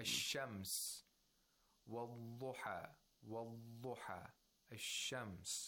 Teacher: the time that you spend pronouncing the lad is just as much as you would pronounce a letter of rakhawa · Term: weak fricative